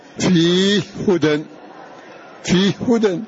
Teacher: أسكننا هذه الهاء وأدغمناها في الهاء الثانية فقلنا فيه هدى فيه هدى.